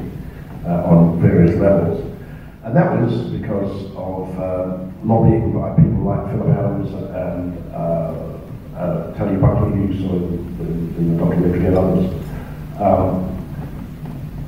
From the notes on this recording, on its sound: Here it is in all its average audio glory. This interview was aptly recorded in the foyer of the great Windsor Cinema here in Perth, Western Australia, and alongside the background noises. Again, the audio isn't the best.